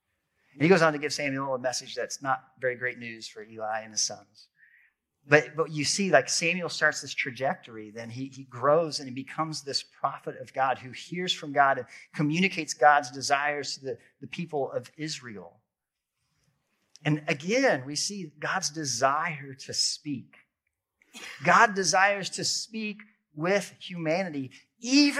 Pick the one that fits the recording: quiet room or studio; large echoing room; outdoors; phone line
large echoing room